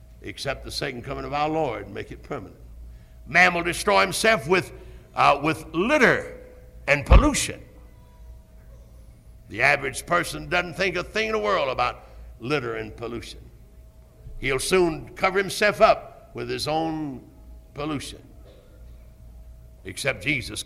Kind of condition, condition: setting, large echoing room